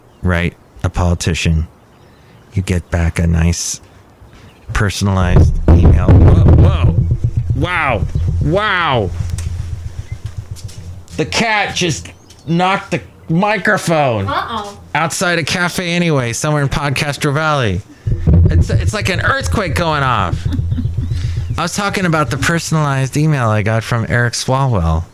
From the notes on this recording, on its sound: podcasts live from Cafe Anyway